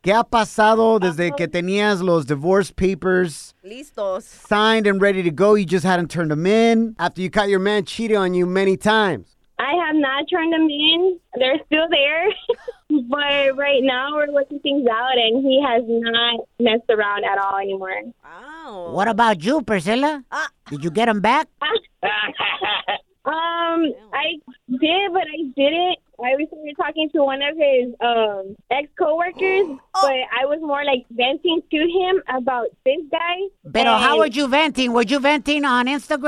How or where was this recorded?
phone line